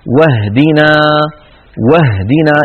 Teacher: المثال الثالث على الشاشة، واهدنا واهدنا، انتقلنا من الواو إلى الهاء ولم نقل واهدنا، فالهمزة سقطت هنا لأنها صارت في وسط الكلام · Term: همزة الوصل